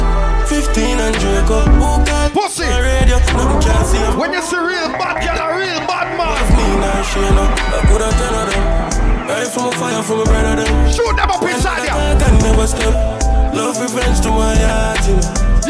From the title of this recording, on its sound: LIVE at AFTEEZ